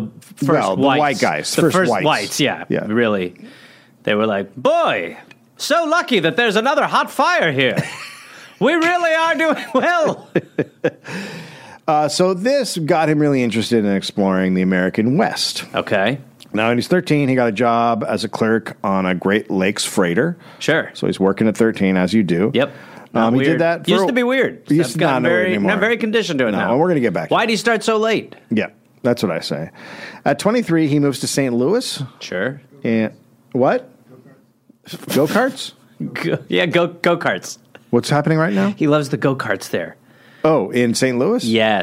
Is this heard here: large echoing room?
no